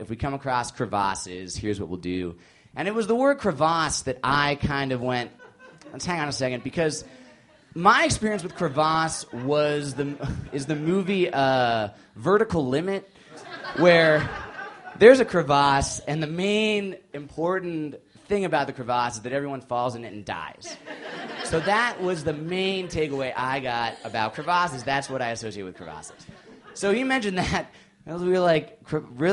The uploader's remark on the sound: These stories were recorded at The Deer Pile on November 21st, 2013 by our good friends at The Denver Diatribe .